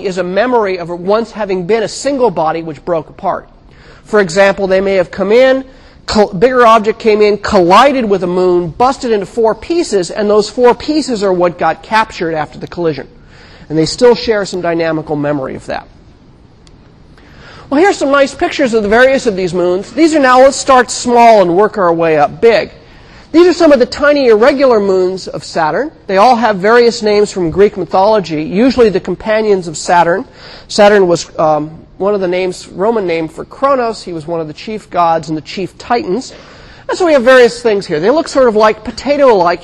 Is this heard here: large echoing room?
yes